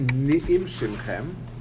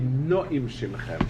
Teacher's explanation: it shouldn't be ni'im shimchem with a shvona, it should be no'im shimchem · Shown in: second take · And that's the right way to say the dikduk.